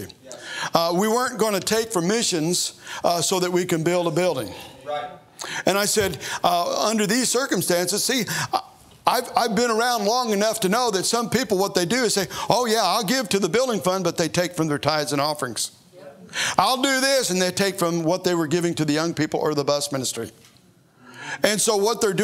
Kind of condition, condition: setting, large echoing room